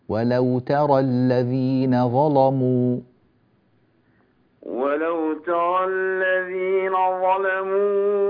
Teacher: ما زال الظاء مفخمة لكن اللام ما غلظتها